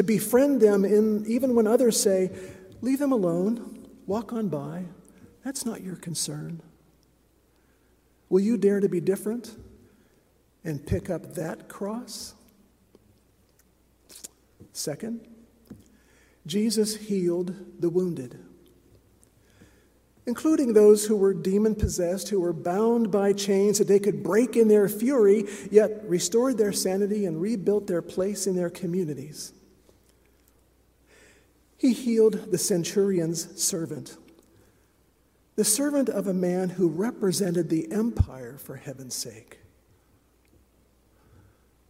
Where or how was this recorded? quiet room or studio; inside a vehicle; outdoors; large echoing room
large echoing room